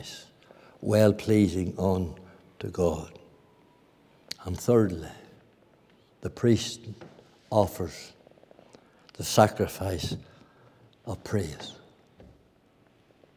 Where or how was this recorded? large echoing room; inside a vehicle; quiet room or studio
large echoing room